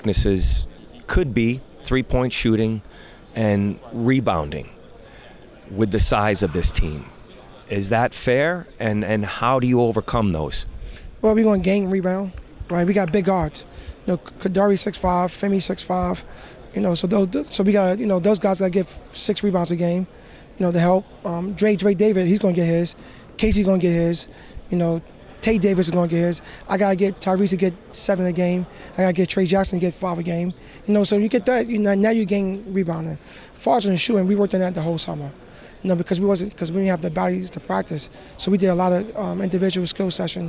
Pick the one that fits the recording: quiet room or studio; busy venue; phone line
busy venue